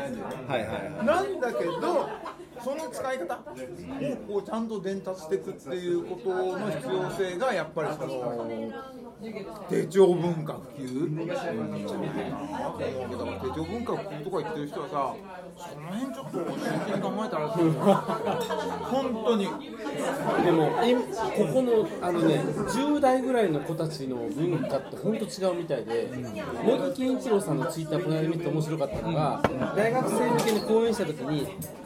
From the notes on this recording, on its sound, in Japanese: ホジラジ公開録音の模様をお届けします。